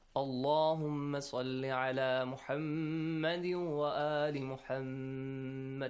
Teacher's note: If you start from the word Allah or Allahumma, again, you have to pronounce it heavily.